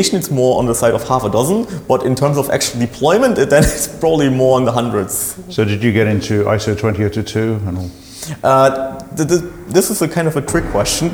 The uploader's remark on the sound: This interview was recorded at GOTO Amsterdam for GOTO Unscripted.